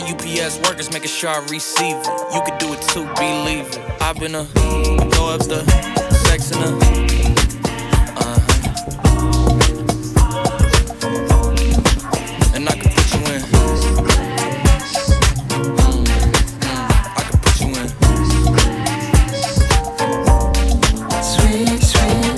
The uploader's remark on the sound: This downtempo top-40 mix was recorded live at corporate cocktail function.